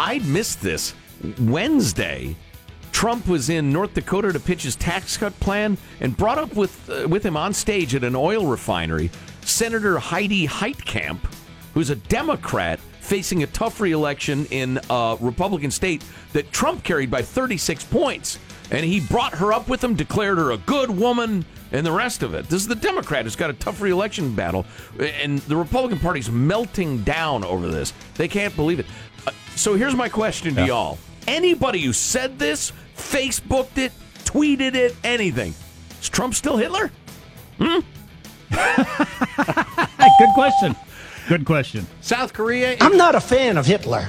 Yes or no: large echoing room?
no